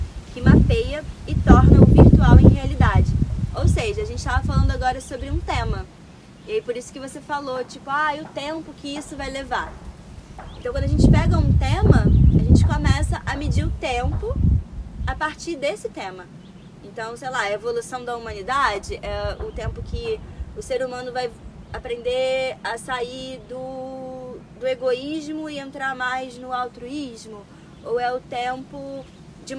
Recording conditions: phone or laptop microphone